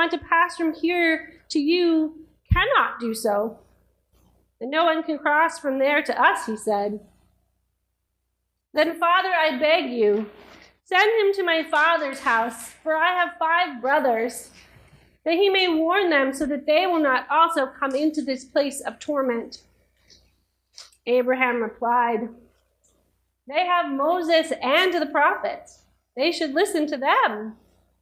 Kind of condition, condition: setting, large echoing room